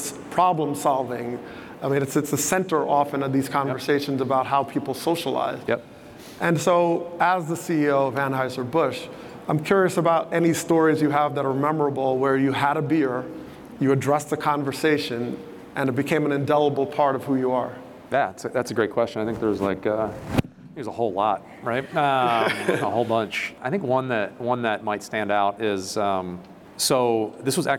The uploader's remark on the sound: This episode was recorded in front of a live audience at Chicago's Wrigley Field.